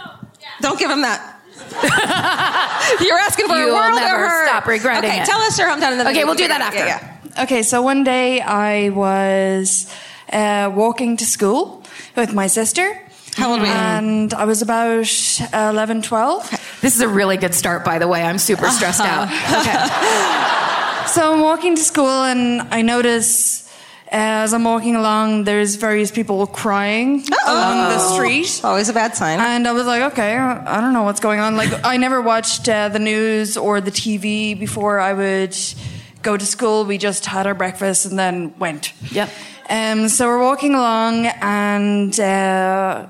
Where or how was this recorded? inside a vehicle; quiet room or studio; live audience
live audience